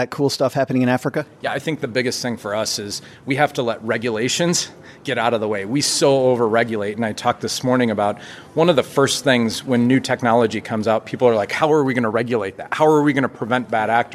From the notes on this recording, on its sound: Today we'll share short interviews with a number of experts at the conference